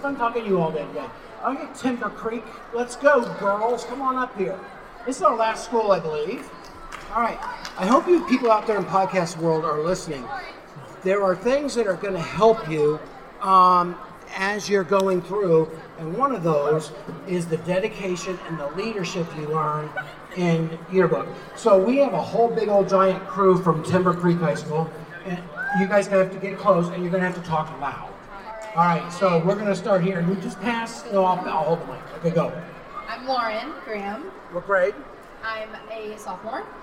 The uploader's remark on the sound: Recorded live at the JEA/NSPA National High School Journalism Convention in Anaheim on April 26, 2019. Session from the conference floor.